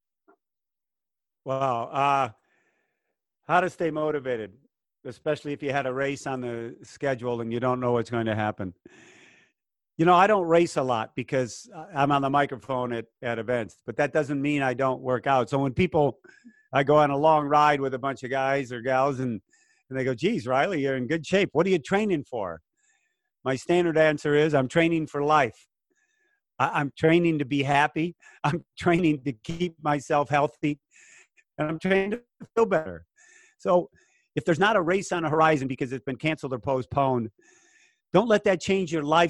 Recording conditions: video call